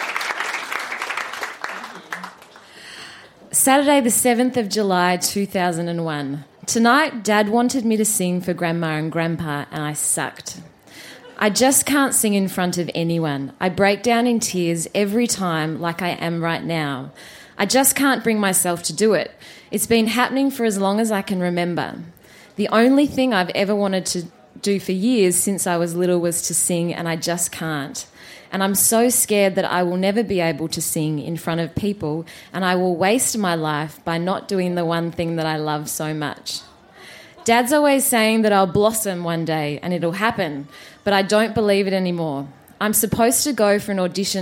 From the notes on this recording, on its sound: Recorded live at the Woodford Folk Festival